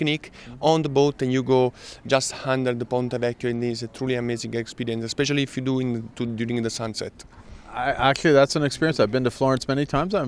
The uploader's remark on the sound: at the Signature Conference in Las Vegas earlier this year